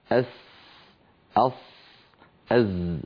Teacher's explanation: أن يضع رأس لسانه على أسفل الصفحة الداخلية للثنايا السفلى · Term: الصفير